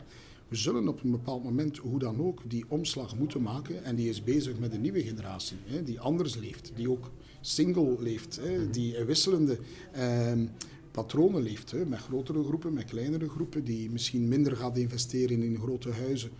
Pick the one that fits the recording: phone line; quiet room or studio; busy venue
busy venue